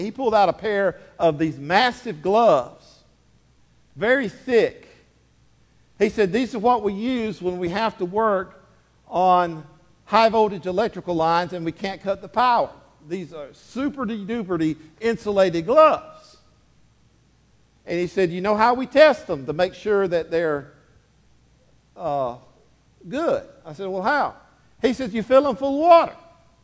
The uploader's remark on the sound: Sermon delivered to Hillside Baptist Church in Eastman, GA on 10/15/23. Sermon delivered to Hillside Baptist Church in Eastman, GA.